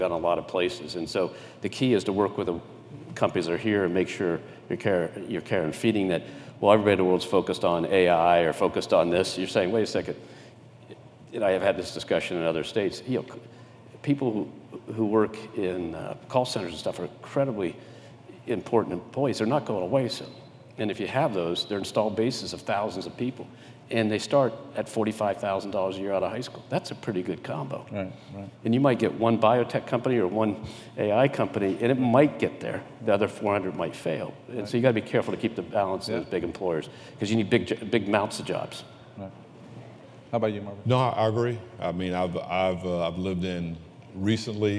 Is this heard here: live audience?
yes